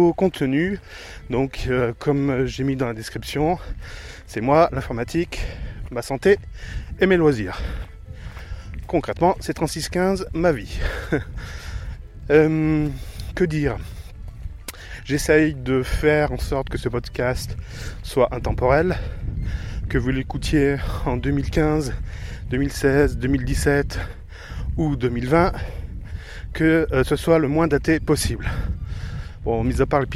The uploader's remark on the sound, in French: Enregistrement avec Zoom H1 en extérieur à la campagne.